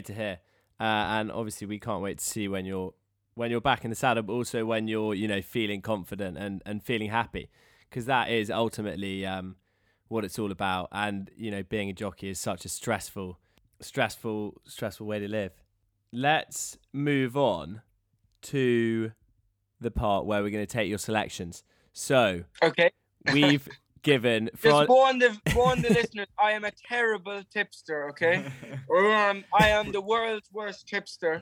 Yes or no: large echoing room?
no